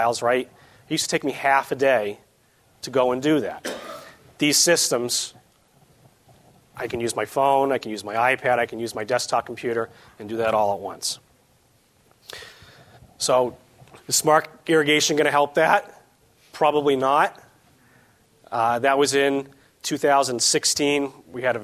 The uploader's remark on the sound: This edition of the SportsField Management Podcast is an excerpt from an STMA Conference presentation on the topic of smart irrigation.